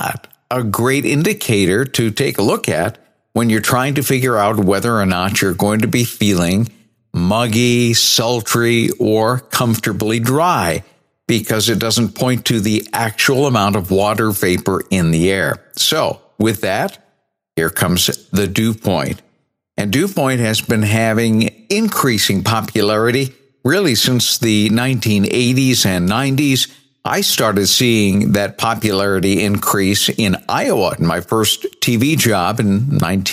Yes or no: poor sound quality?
no